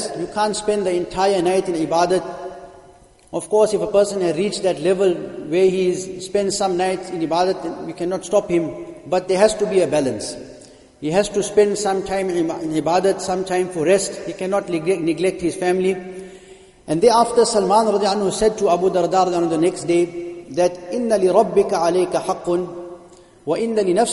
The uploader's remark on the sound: Jumuah lecture